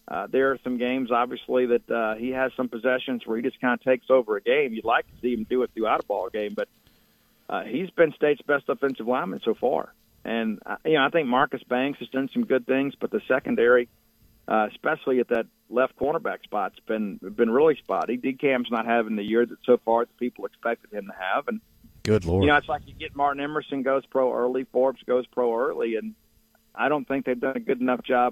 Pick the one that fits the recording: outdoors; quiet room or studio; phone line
phone line